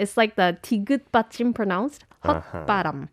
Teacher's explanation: hot and then a shiot pachim there, so it's not like hoss or something like that. Just hot.